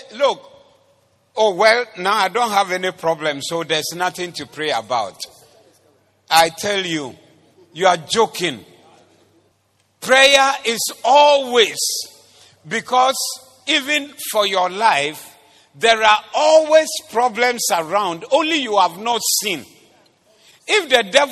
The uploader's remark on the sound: Preached at the Doxa Service